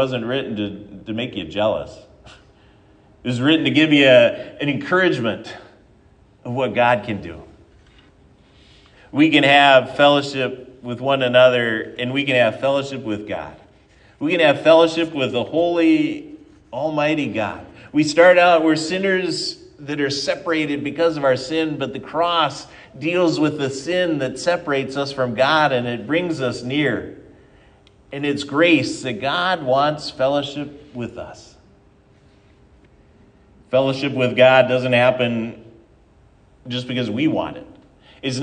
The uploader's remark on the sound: at Triumph Lutheran Church, Ferndale, Washington